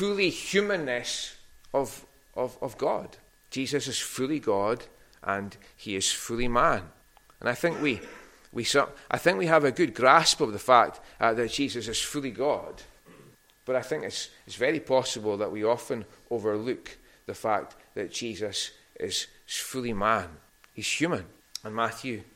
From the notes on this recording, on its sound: recorded at North Harris Free Church on the morning of Sunday 18th December 2022